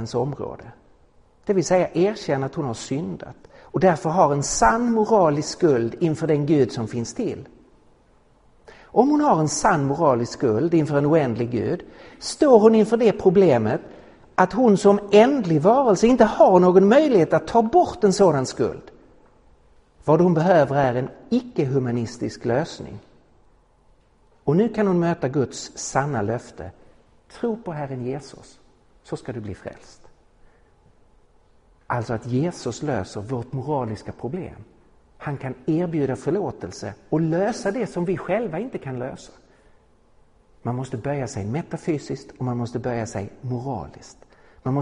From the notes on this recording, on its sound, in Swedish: Inspelad i på Apologiakonferensen i Betlehemskyrkan i Stockholm 2017-03-31